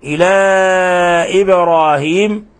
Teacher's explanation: مد منفصل لأن حرف المد في كلمة والهمز في كلمة أخرى، يمد من 4 إلى 5 حركات